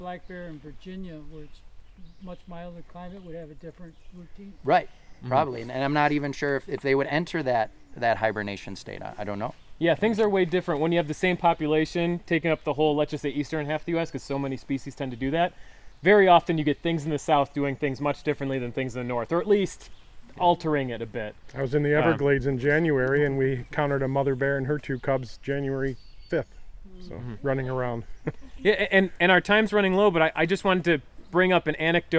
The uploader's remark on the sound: The Field Guides Live! (at the Allegany Nature Pilgrimage). The guys were invited to lead a hike at this year's Pilgrimage.